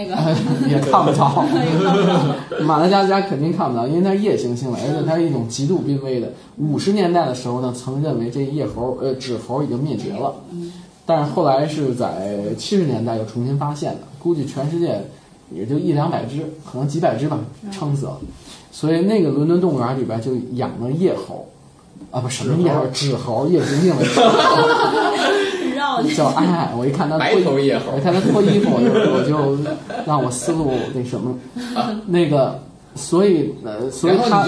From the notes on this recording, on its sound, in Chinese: 本期节目为在张大妈办公区用录音笔录制，可能有街道上的杂音，请见谅。